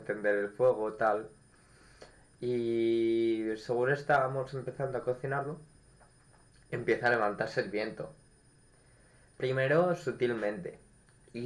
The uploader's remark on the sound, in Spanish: En este episodio sufrimos problemas de audio